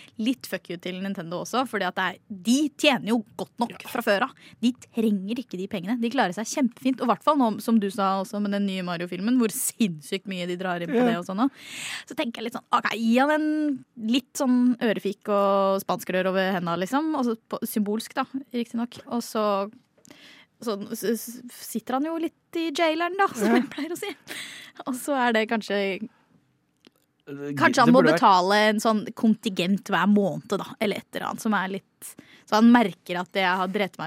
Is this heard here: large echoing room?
no